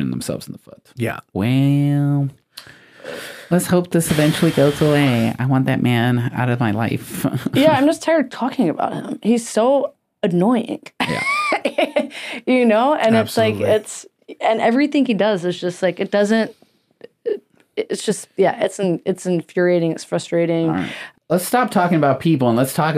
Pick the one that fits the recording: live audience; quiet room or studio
quiet room or studio